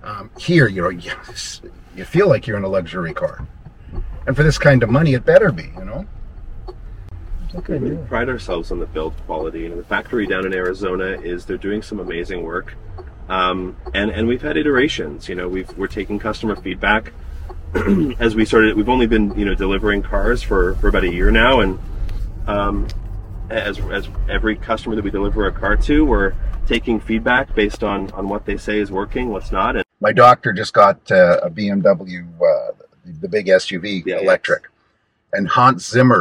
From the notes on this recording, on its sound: "LIVE" at the Vancouver showroom.